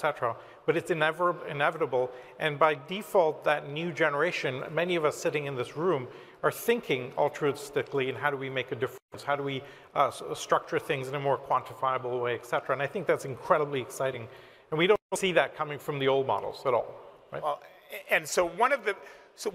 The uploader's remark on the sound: The panel occurred on Friday, June 10, 2022, the second day of CoinDesk’s Consensus 2022 festival in Austin, Texas.